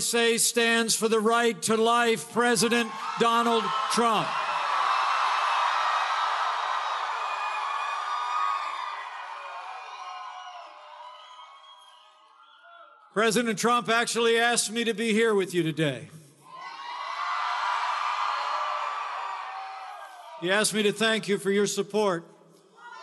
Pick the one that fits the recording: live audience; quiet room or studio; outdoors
live audience